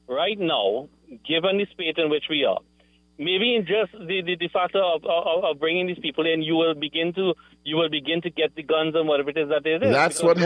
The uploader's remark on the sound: During this hour we take calls from our audience